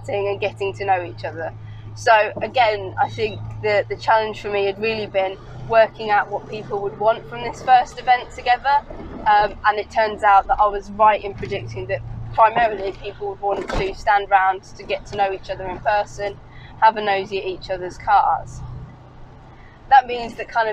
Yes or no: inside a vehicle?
yes